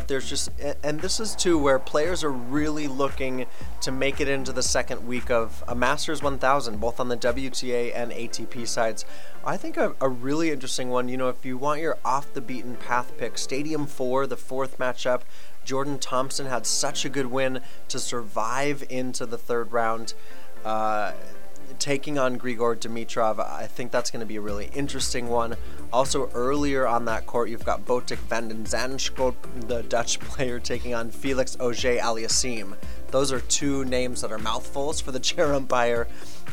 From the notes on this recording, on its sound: The middle weekend has arrived at the BNP Paribas Open, and the energy around the Indian Wells Tennis Garden is palpable. The hosts recap an electric Saturday in Tennis Paradise live from Indian Wells.